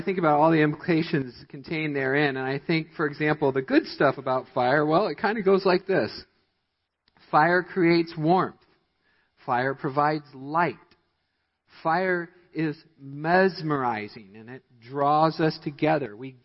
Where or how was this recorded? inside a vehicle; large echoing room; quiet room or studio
large echoing room